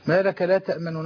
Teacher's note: بإضعاف الصوت يعني الروم